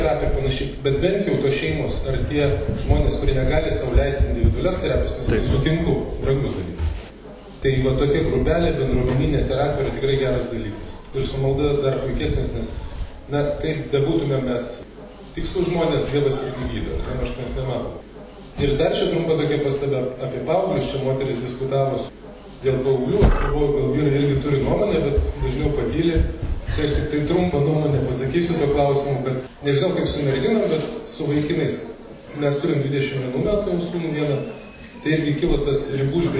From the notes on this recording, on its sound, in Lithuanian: Įrašas iš šeimų festivalio.